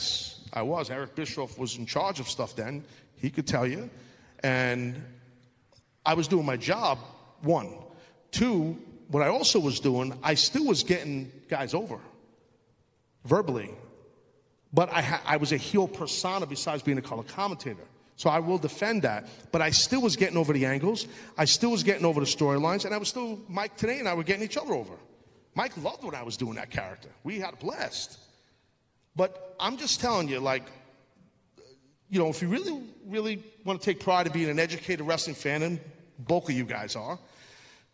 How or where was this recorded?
live audience